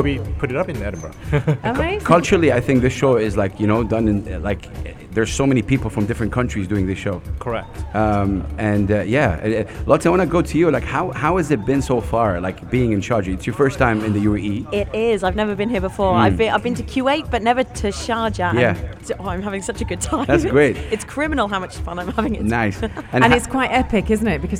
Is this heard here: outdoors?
yes